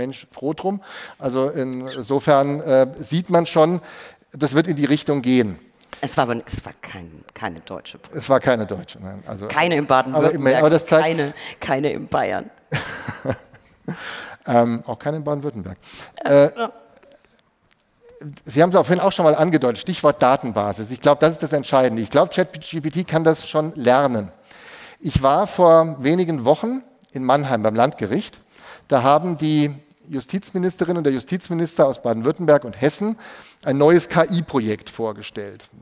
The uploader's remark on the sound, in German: Live aus Freiburg. Die Rechtsanwaltskammer Freiburg hat uns eingeladen, während der Kammerversammlung eine Live-Episode von (R)ECHT INTERESSANT!